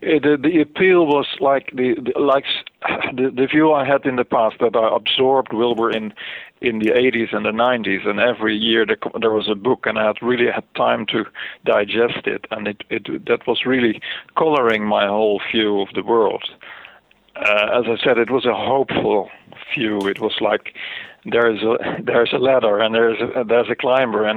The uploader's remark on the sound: spoke by phone